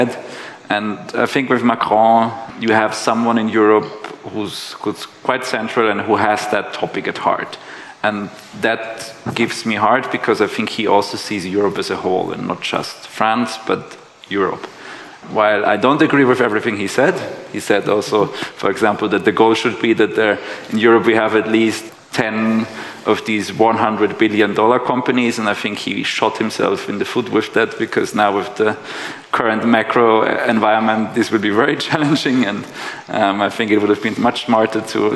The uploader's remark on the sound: The episode was recorded during the CEE Sustainable Finance Summit in May 2022.